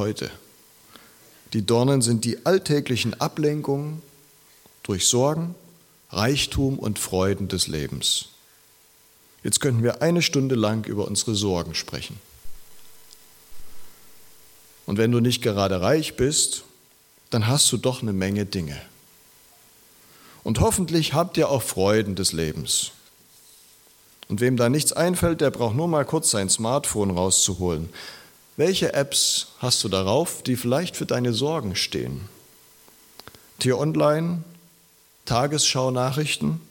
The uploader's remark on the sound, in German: Predigt aus der LKG Rostock